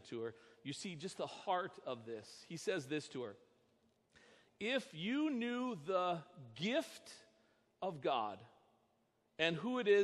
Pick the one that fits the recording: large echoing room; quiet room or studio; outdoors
large echoing room